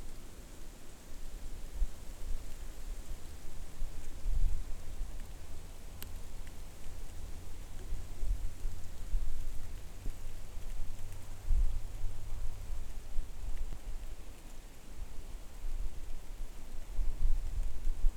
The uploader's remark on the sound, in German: Die Aufnahmen zu dieser Sendung entstanden in Novi Sad, in der Fruška Gora, im Kuglhof in Salzburg, zwischen Donauinsel und Donau-Ufer-Autobahn und in einer Wohnung in Ottakring.